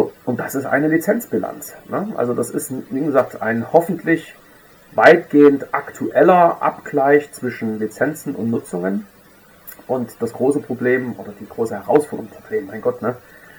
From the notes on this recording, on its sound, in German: Auf Grund technischer Probleme ist die Tonqualität leider nicht optimal.